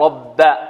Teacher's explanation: الراء هنا مفخمة، لماذا فخمنا الراء هنا؟ لأن مفتوحة